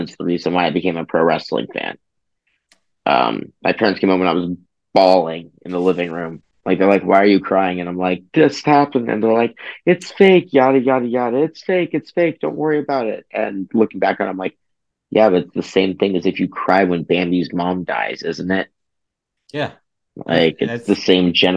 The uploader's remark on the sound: We also discover that Zoom only does the first 40 minutes of a video conversation for free which is why this episode is brief (LOL).